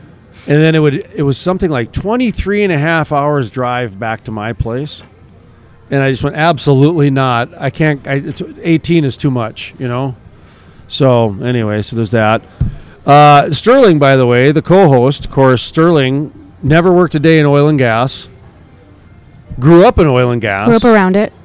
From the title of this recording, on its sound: Live From The Permian Basin Association Of Pipeliners Annual Cookoff